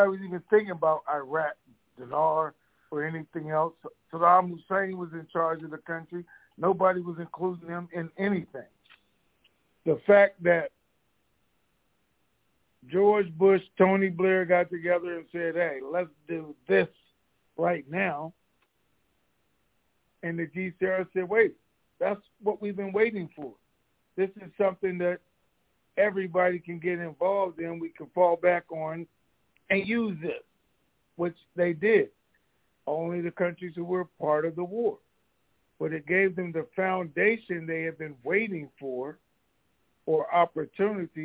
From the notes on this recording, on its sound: TNTSuperfantastic Conference Call